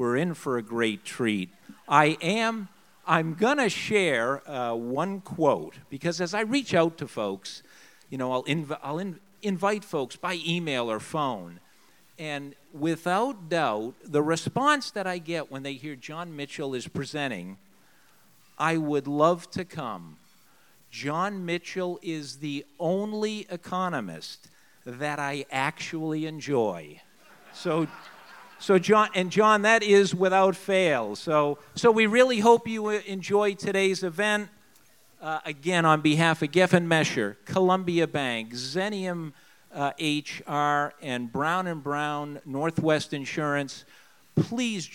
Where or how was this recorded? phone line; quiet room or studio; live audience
live audience